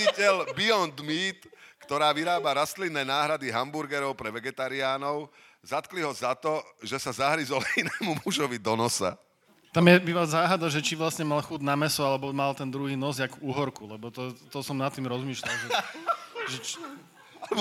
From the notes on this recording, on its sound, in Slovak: Naživo zo Žiliny. Dnes nahrávané prvýkrát a možno aj naposledy naživo na Žilinskom literárnom festivale. Niečo sa nám aj nenahralo, ale niečo sa nahralo.